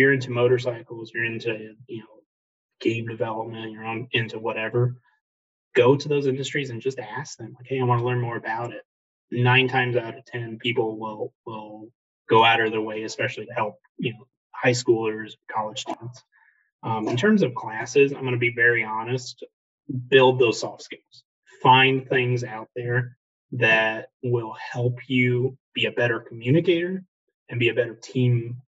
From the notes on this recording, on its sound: via Zoom